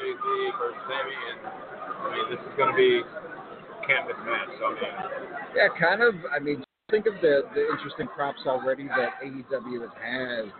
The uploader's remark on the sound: LIVE at Warrior Wrestling IV. LIVE at Marian Catholic in Chicago Heights, IL for everything Warrior Wrestling!